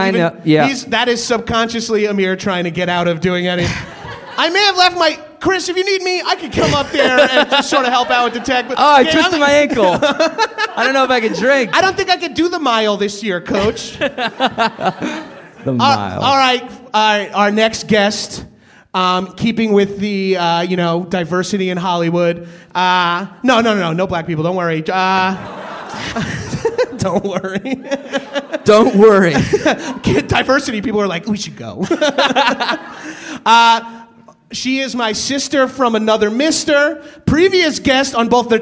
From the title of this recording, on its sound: Power Hour LIVE at UCB Sunset